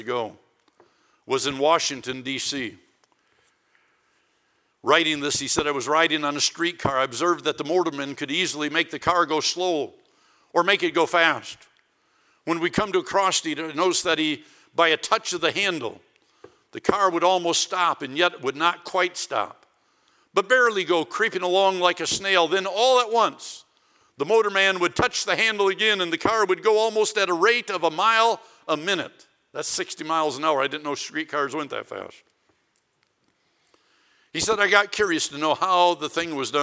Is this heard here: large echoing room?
yes